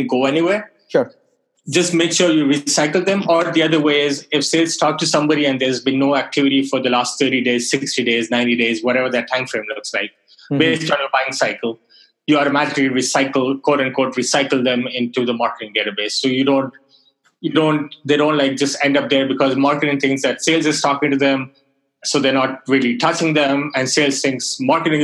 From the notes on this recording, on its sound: Webinar Audio. This is the audio of a webinar I did with LeadSift .